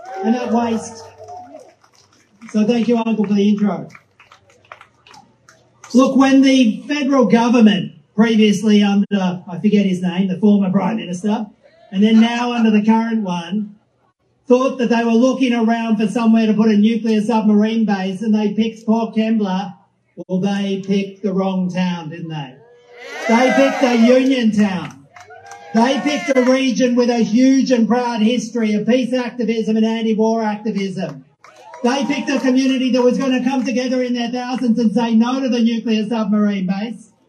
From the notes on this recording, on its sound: On May 1 outside the State Library Melbourne we heard some rousing speeches